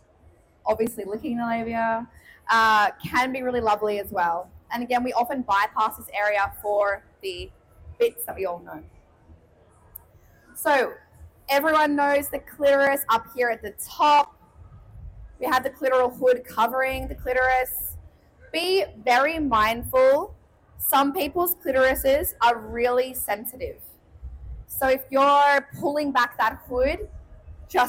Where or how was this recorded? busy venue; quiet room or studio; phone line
busy venue